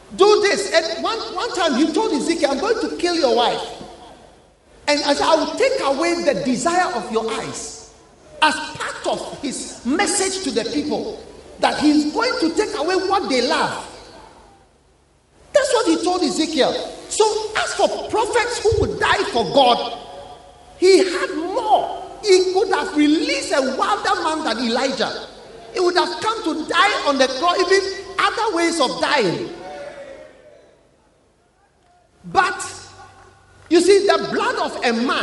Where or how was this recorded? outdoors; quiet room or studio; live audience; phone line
live audience